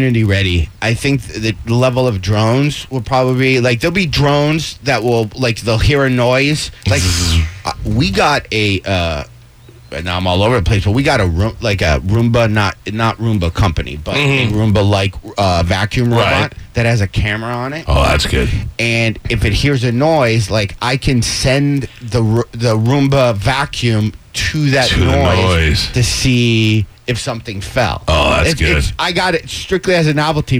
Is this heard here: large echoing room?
no